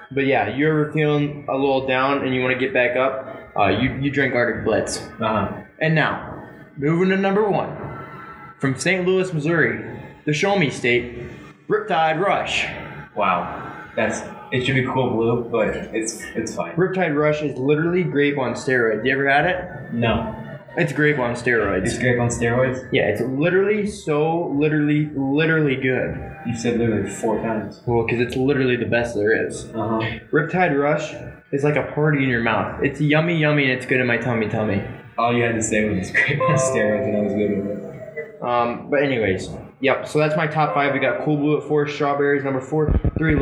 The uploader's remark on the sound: This episode may be some terrible audio quality. We had lots of audio troubles.